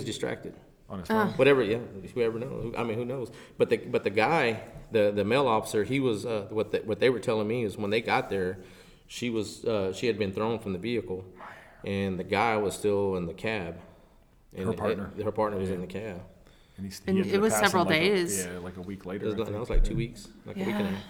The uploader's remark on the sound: Live From Texas Animal Control Association's 48th Annual Conference